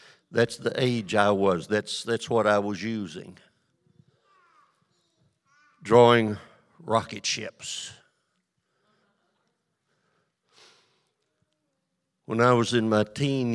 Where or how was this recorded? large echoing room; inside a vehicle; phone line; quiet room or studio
large echoing room